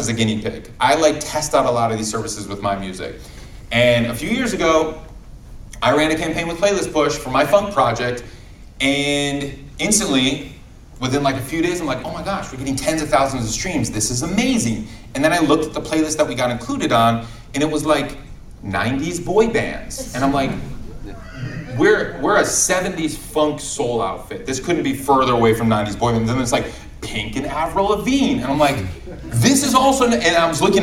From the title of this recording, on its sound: Live from SXSW